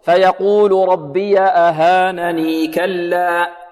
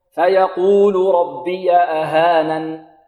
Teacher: إذا وصلنا أهانا بمن بعدها نثبت الياء بمقدار حركتين، وإذا وقفنا عليها نحذف الياء